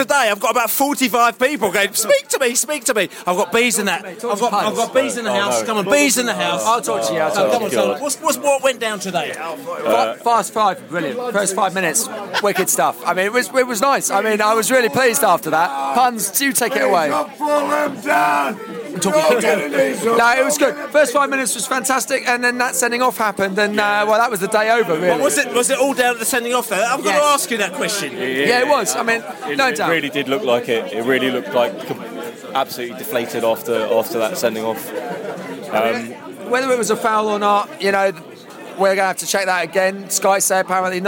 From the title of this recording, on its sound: post-match podcast from the pub